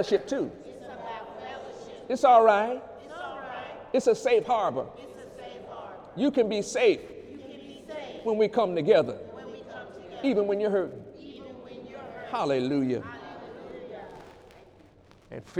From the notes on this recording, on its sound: During Sunday morning service on January 6, 2018